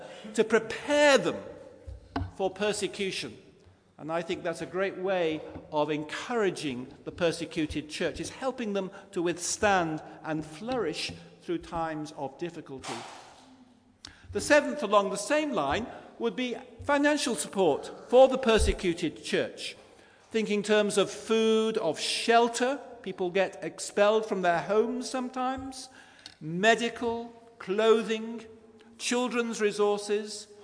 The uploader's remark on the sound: Christ Church, Bayston Hill (UK)